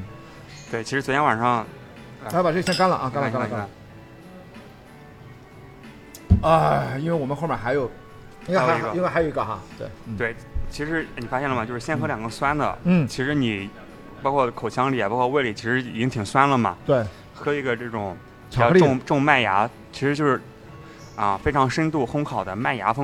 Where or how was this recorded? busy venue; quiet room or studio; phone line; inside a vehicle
busy venue